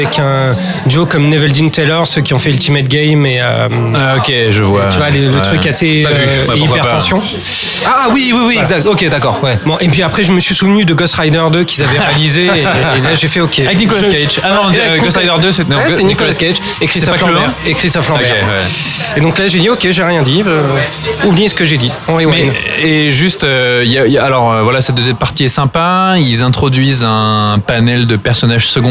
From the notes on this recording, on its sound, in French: Enregistré au Hurling pub (8 Rue Descartes, 75005 Paris).